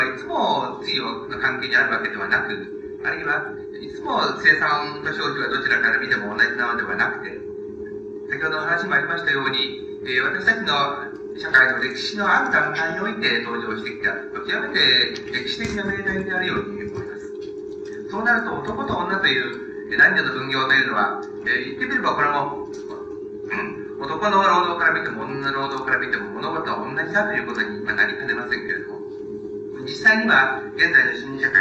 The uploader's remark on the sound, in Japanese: 音質：。場所：四谷公会堂。いま、性と労働を問う のシンポジウムでの講演。パネルディスカッションを収録。テープチェンジのため音が欠ける。音質はあまりよくない。